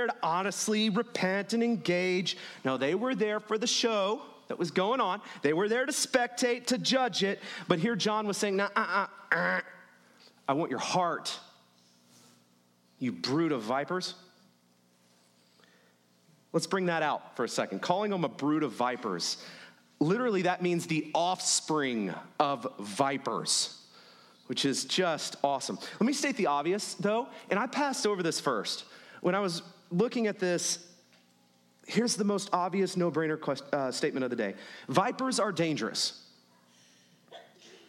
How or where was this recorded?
large echoing room